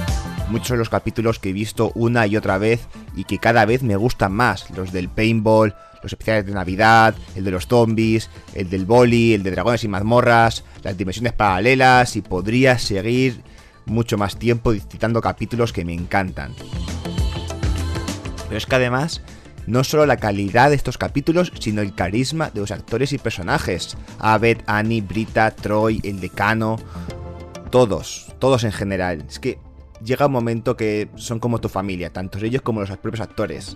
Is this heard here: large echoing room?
no